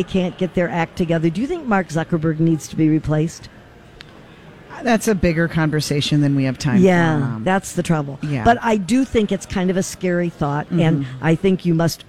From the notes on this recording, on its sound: Broadcast Live at the Galleria for Small Business Saturday!